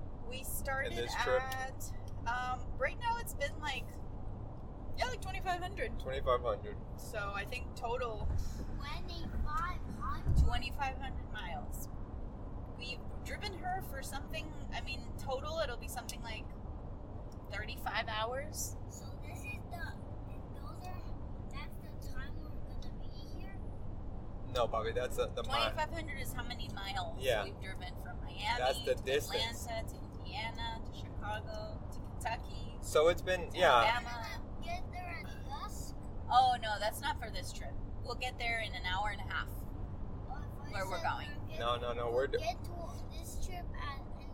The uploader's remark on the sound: Coming at you from the van! Yes, we recorded this on the road and it feels good to be back on the podcast.